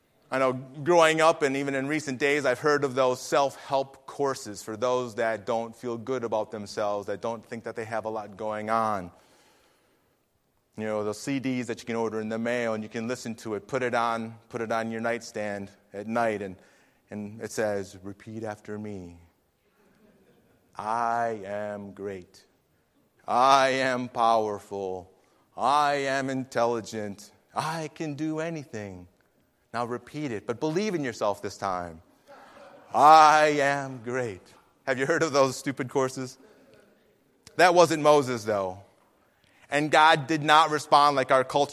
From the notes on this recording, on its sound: Faith Baptist Church in Hamilton, NJ.